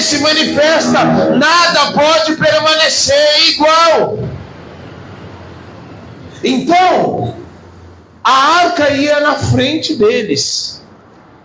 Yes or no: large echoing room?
yes